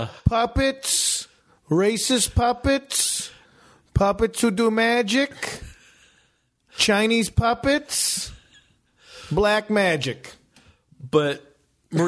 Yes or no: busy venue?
no